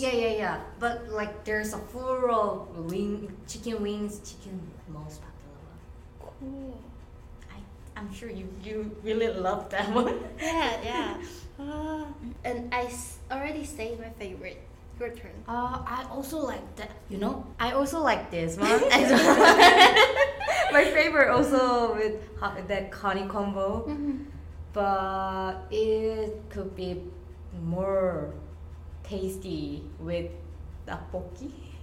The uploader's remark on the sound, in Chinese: 由於錄音環境限制，這一集雜音比較多，請見諒